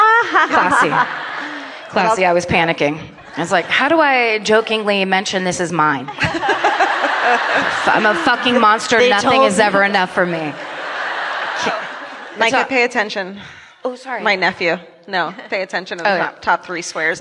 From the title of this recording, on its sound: The LA Book Tour Event at the Wilshire Ebell Theatre